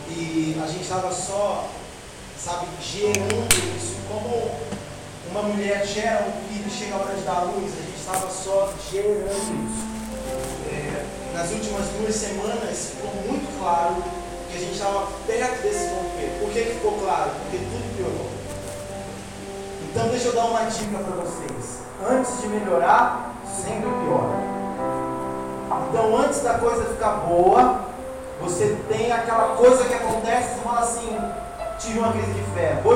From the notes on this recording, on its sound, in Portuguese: O áudio não está com qualidade excelente.